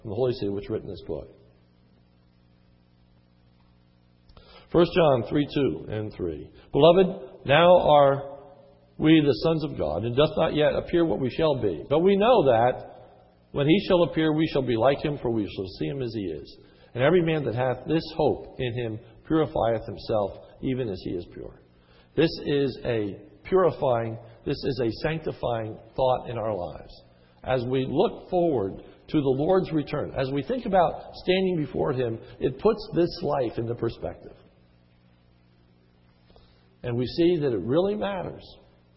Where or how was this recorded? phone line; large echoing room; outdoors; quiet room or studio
large echoing room